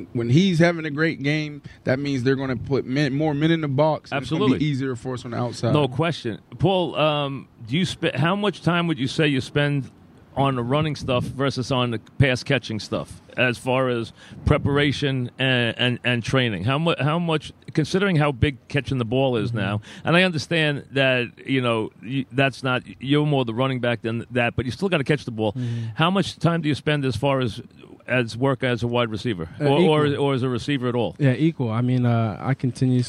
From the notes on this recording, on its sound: live from Giants camp